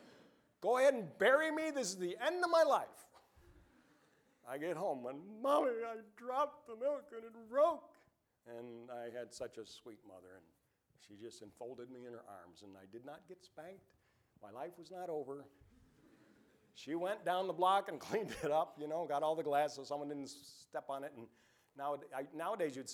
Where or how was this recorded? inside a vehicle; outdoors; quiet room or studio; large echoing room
large echoing room